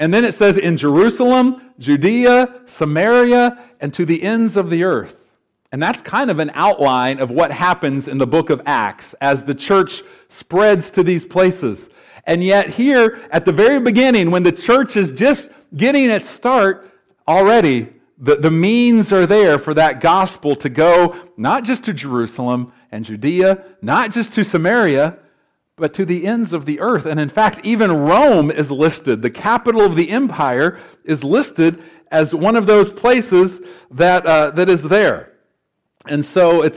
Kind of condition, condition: setting, large echoing room